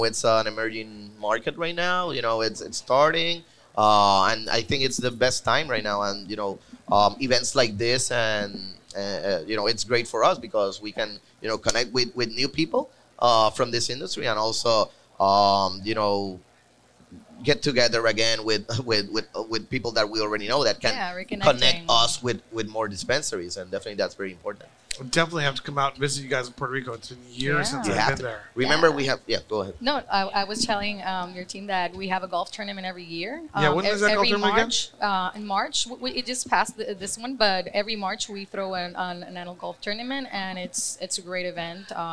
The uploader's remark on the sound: Recorded at MJUnpacked NYC